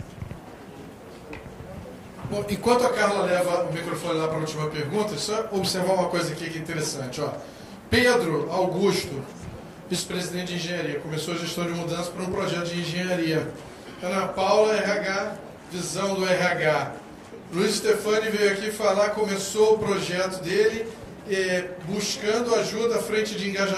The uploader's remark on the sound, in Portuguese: Áudio do vídeo gravado no Seminário HUCMI de Gestão de Mudanças 2019.